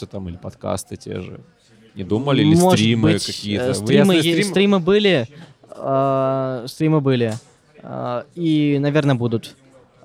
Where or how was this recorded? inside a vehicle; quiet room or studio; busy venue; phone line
busy venue